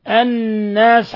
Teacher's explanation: حرف غنة مشدد لأن النون مشددة فتغن مقدار حركتين